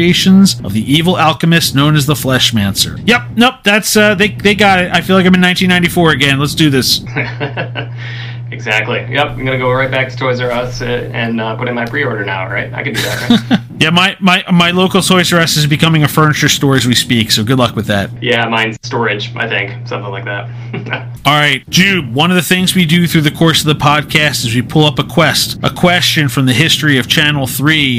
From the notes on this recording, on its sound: APOLOGIES FOR THE AUDIO - We had some technical difficulties that could not be edited around.